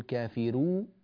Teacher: عندما أقول كافرو ضممت الراء، رون رون رجعت بالشفتين، لا تقول كافرون فكافرون، الآن الغنة تأتي وشفتاك مضمومتان وهذا ليس نسقا حسنا في التلاوة.